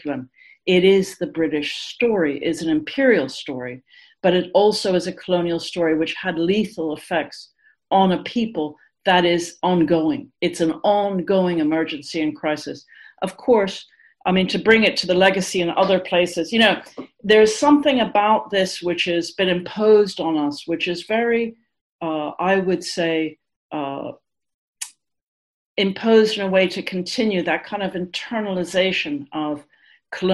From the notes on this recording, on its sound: We would like to thank our colleagues in the Palestine Solidarity Campaign in England and Wales for granting us permission to use the audio of this webinar which was organised by them.